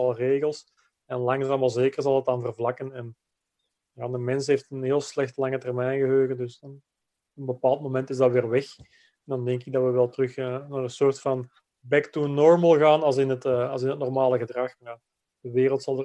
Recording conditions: video call